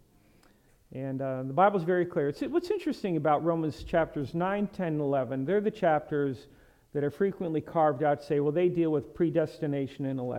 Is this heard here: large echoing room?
yes